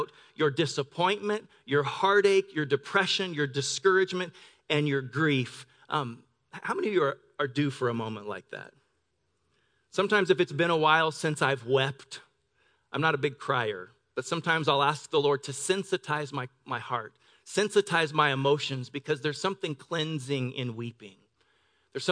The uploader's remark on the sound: Delivered on 9 December 2018 at Grace Church of La Verne